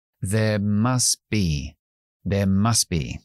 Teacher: Vamos a quitar también la T porque tenemos la B justo después